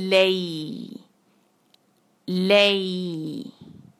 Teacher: آگے ہے الیکم، ای پہ آواز کو باریک رکھا اور ایک حرکا، لئی جو ہم نے کرنا ہے کیا یہاں پر مدلین، اور جو ہے لے کی طرف نہ ہو بلکہ لئی لئی، اس میں جو ہے ہم ہلکا سا کھینچتے بھی ہیں نا آواز کو کیونکہ مدلین ہے